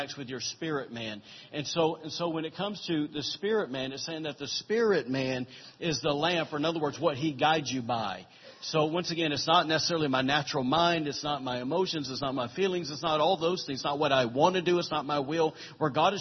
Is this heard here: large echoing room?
yes